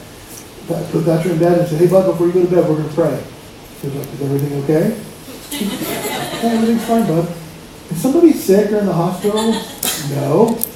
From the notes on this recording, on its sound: POOR QUALITY AUDIO WARNING